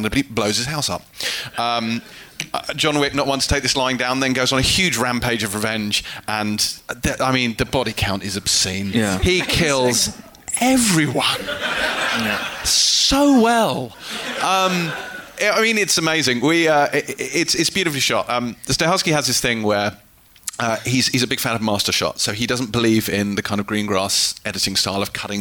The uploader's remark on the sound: We're LIVE at the Prince Charles Cinema in London's Leicester Square. A sold-out crowd of pod-fans.